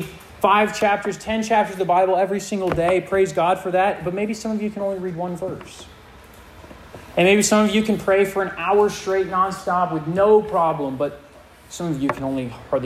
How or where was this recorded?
live audience